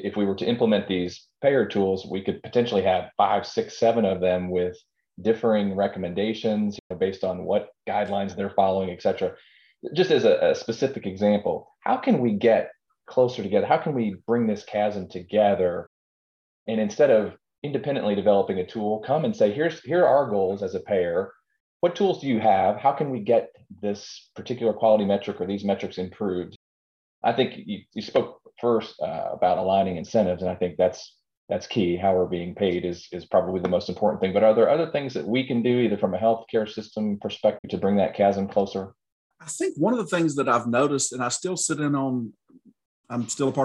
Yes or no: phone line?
no